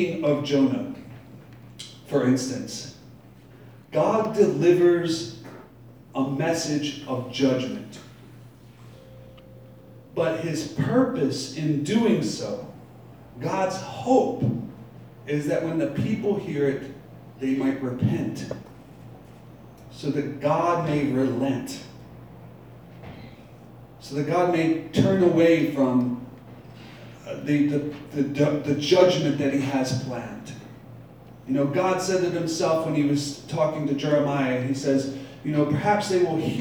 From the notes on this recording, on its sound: Live from Black Cloister Brewing Company.